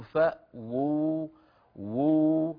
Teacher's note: اجتمع واوان يكتبون واحدة ويلفظون واوين يعني بيقولوا فأووا وو هذاني واوان واو مضمومة وواو ساكنة